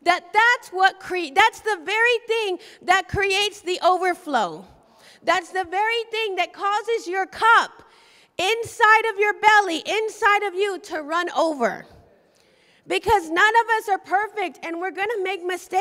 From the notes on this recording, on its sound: Recorded live at the Emerging Streams.